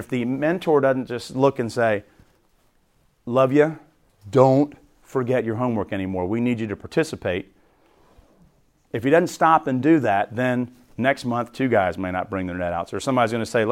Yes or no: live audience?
yes